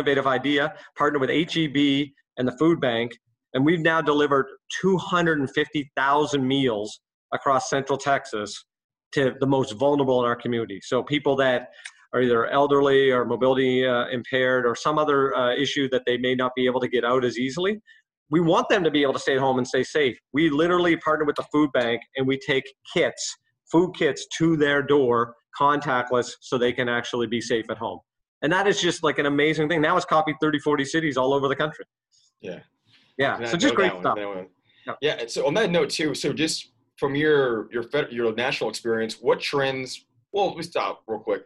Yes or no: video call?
yes